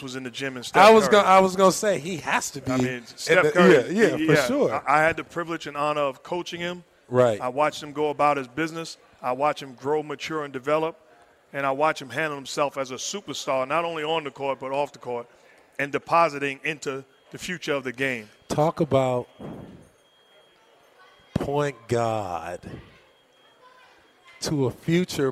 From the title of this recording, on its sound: Recorded at Summer League